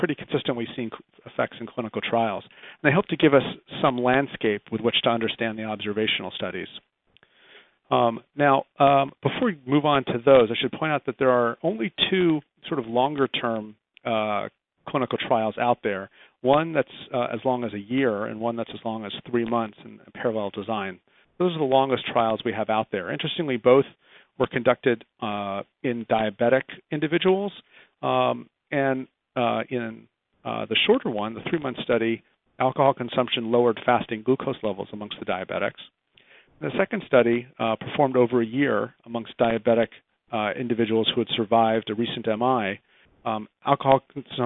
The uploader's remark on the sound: July 2010 Author in the Room® Teleconference